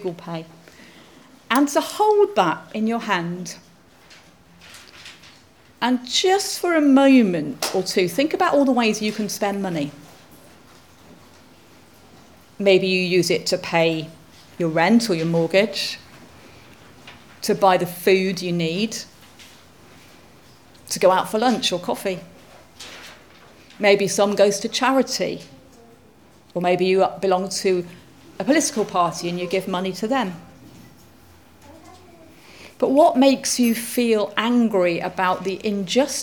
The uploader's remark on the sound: Audio podcast of morning service. All-age service for Palm Sunday is led by the Minister.